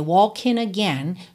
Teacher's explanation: Aqui ele juntou walking e again pelo N, walking again, já que o G final não é pronunciado.